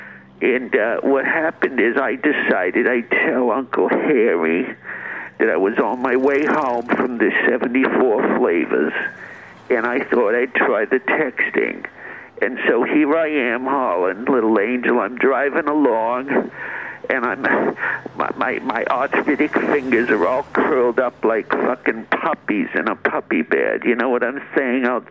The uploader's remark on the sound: Does some live STAND UP about Aliens. Calls in and tries texting while she's driving.